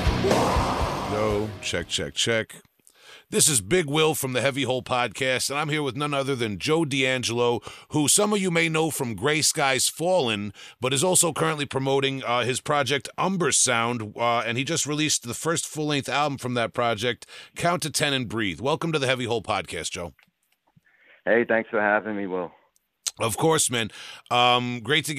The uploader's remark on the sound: calls